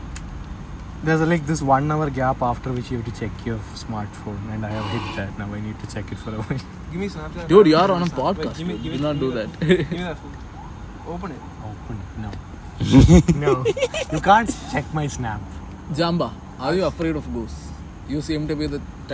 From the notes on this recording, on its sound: we recorded this episode in a cemetery